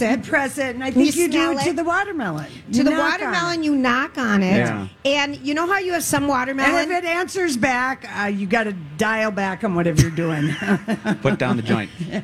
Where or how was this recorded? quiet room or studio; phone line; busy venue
busy venue